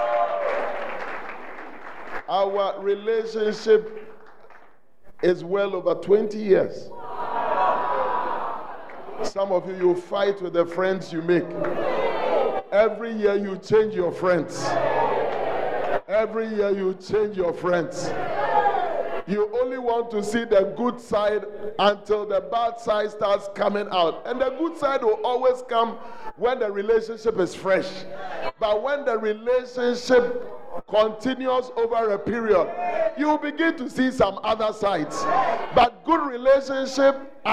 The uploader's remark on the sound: on day two at The Celebration Convention, Fountain of Life Cathedral